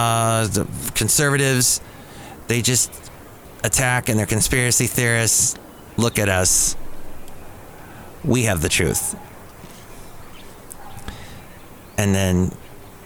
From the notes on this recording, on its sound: Podcasts live from Cafe Anyway.